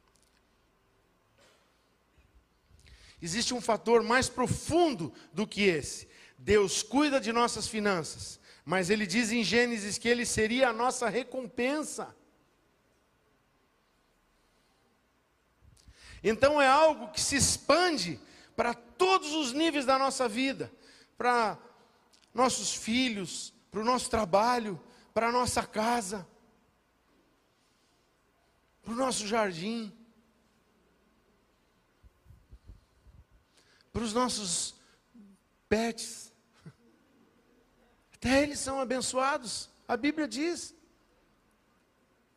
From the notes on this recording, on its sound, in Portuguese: Dia 19/11/2022 na Igreja ABA Bumenau (Transmitido ao vivo)